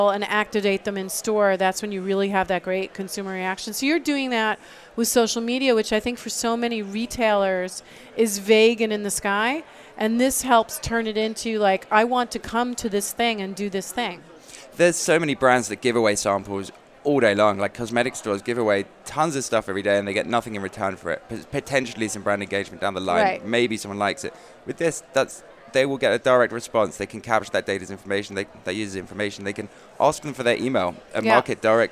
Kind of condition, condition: setting, busy venue